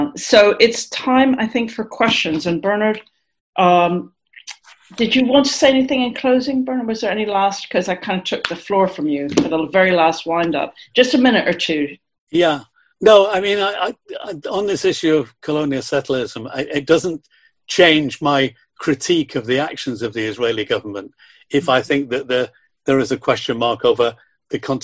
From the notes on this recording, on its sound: the audio of this webinar which was organised by them